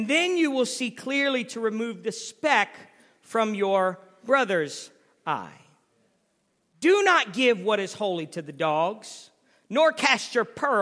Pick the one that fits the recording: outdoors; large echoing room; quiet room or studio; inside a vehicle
large echoing room